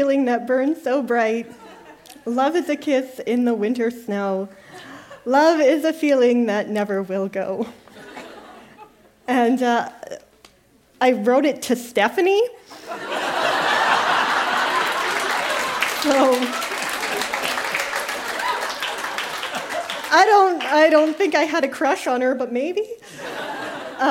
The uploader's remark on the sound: Recorded live at The Rondo in Windsor, ON.